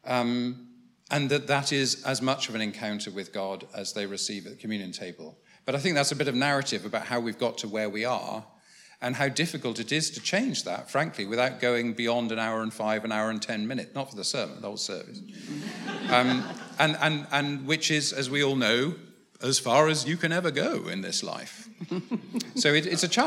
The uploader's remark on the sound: was recorded at the How to Preach training day, organised by the Festival of Preaching, on 24 October at St Martin in the Fields, in London